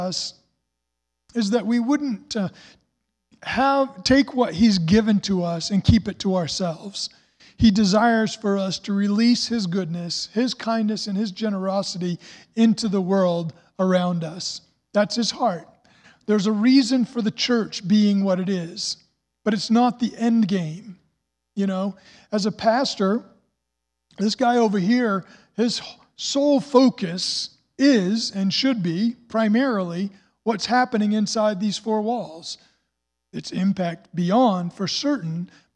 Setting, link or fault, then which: setting, large echoing room